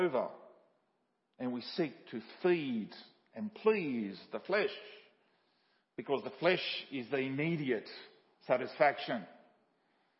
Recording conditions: large echoing room